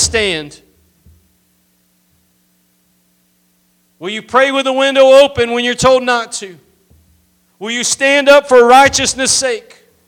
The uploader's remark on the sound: Preached at Gospel Lighthouse in Bossier City, La.